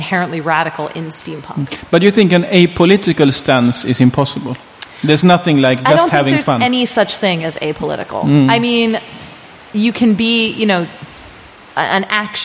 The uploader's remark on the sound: at Swecon 2014 – the Steampunk festival in Gävle, Sweden